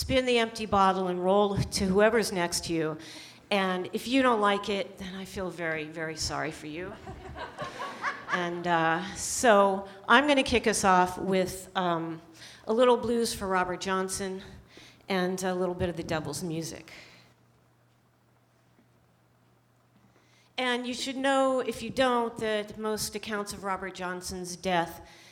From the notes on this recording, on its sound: They’re on the road with readings accompanied by, yes, whiskey and pie. We caught their Town Hall Seattle show at Washington Hall on November 15.